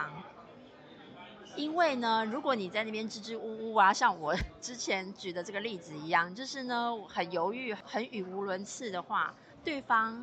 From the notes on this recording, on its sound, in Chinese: 這集嘗試的室外錄音實驗效果。